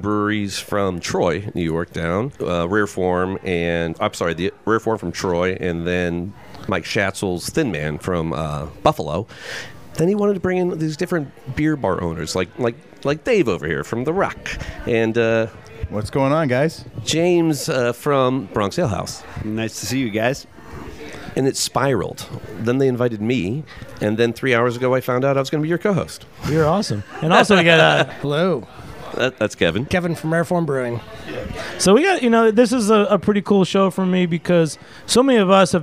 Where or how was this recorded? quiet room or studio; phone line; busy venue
busy venue